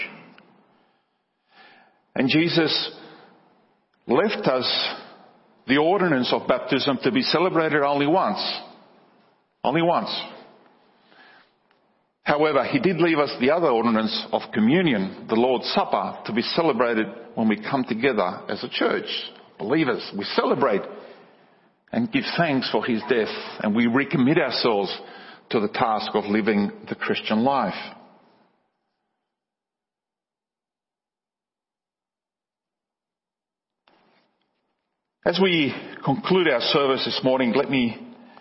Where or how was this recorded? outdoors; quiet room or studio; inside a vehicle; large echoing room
large echoing room